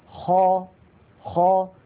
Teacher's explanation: ومن أدنى الحلق، يعني من أقرب منطقة من الحلق إلى الشفتين، حرفان هما الغين والخاء